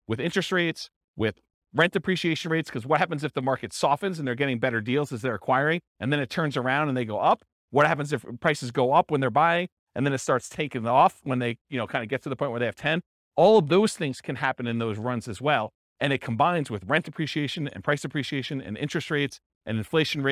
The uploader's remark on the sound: This was a live class recorded